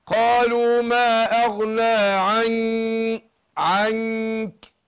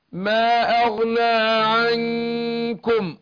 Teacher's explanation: شوف الإخفاء هنا، النون تخفى النون عند الكاف، هنا أرقق الغنة عشان الكاف حرف مستفل ومن الحروف الخمستاشر حروف الإخفاء، فأقول ما أغنى عنكم ومدة الغنة حركتين، الزمن بتاع عنكم جمعكم.